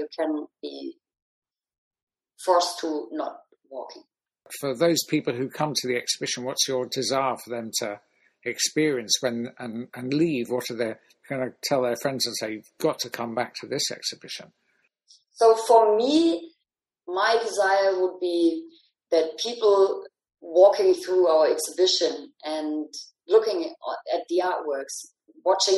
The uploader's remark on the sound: Recorded over a Zoom call